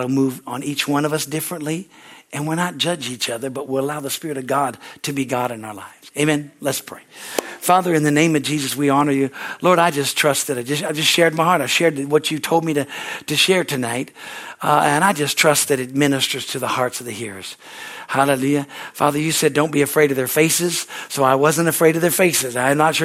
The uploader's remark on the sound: from the Wednesday service on May 3, 2023 at Harvest Bible Church in Stockton, CA.